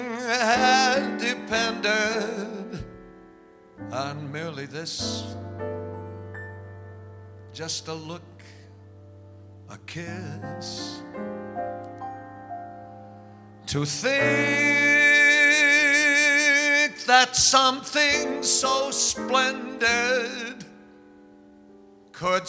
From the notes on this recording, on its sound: Live at the South Point Hotel, Casino and Spa in Las Vegas Nevada.